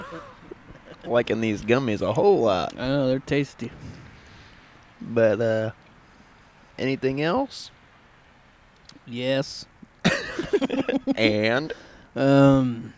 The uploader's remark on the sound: Night Time Outside Podcast